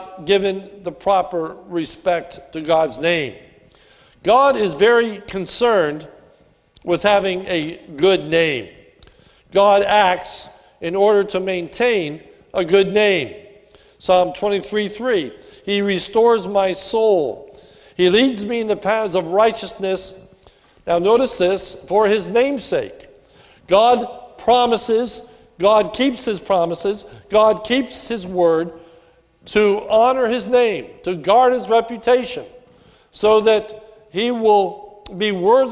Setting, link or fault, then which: setting, large echoing room